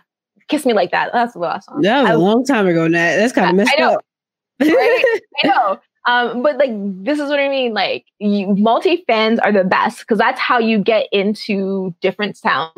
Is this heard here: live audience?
no